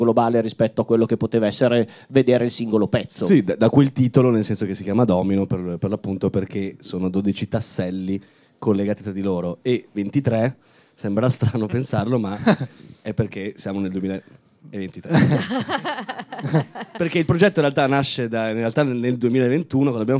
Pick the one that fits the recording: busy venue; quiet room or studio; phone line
busy venue